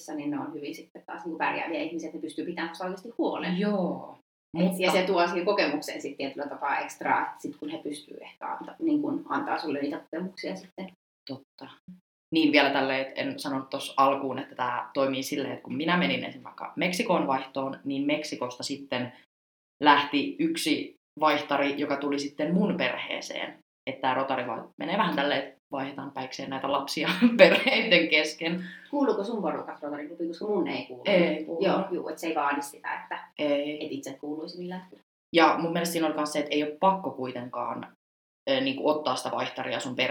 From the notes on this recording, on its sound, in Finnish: Pahoittelut jo etukäteen huonosta äänenlaadusta, tekemällä oppii ja tästä viisaampana äänittelemään tulevia jaksoja.